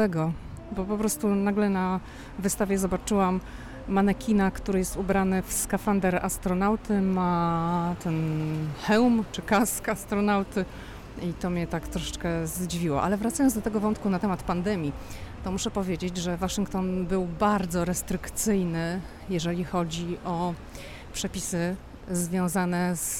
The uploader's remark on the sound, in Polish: Odcinek nagrany na ulicach Georgetown, historycznej dzielnicy Waszyngtonu znanej z urokliwych uliczek, przy których stoją domy w zabudowie szeregowej, z drzwiami pomalowanymi w różnych kolorach.